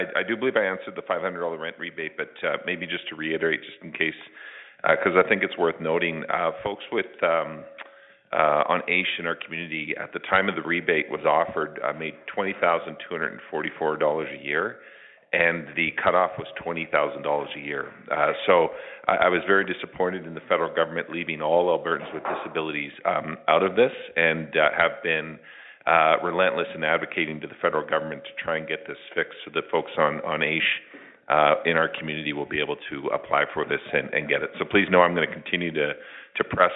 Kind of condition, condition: link, phone line